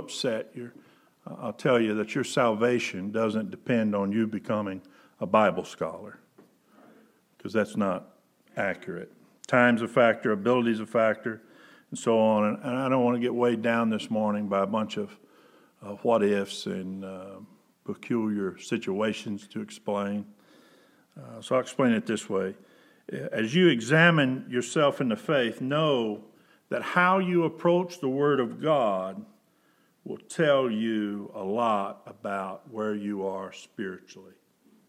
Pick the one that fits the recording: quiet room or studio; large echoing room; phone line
large echoing room